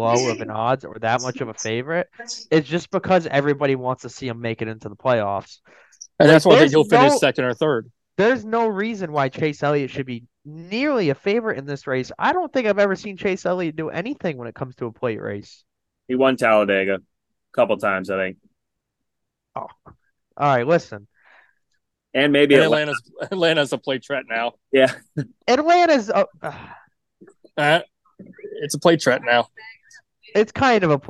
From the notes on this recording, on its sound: Two of us were in remote locations and this was recorded using a hot spot from the worlds fastest parking lot